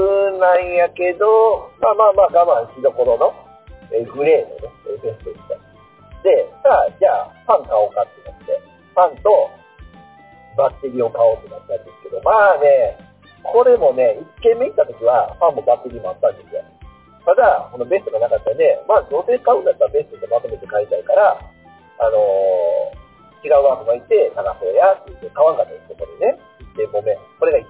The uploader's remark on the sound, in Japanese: 音質難あり。音質が悪くなっております。